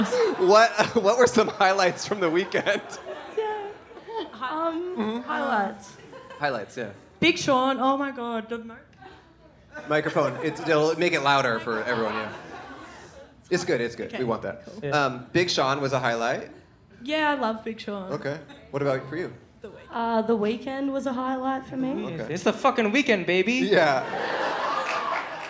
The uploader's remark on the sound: Recorded on 4/28/22 inside and outside of The Bourbon Room on Hollywood Blvd in Los Angeles.